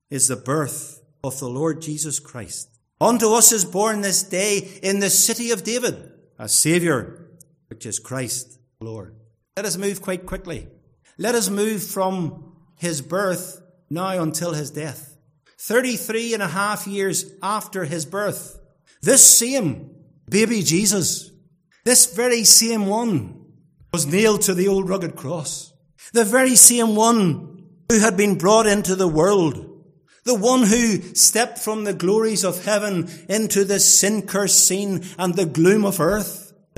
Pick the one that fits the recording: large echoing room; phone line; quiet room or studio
large echoing room